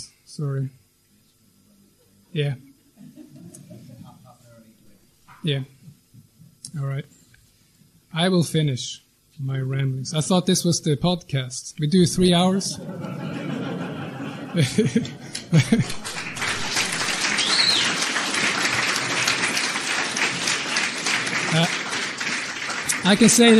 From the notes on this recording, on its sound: speech from Patriotic Alternative’s autumn conference